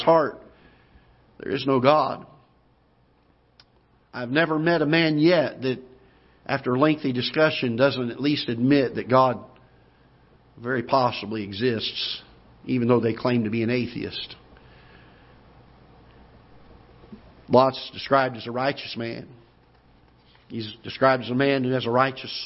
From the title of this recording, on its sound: Ketha Heights Baptist Church ~ Live Broadcast